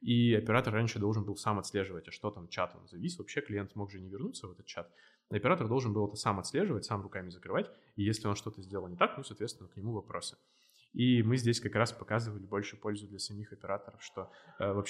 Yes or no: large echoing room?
no